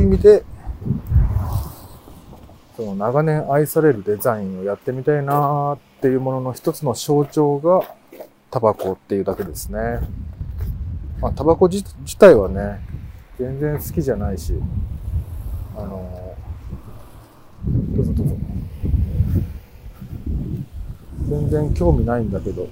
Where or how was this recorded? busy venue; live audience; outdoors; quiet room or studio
outdoors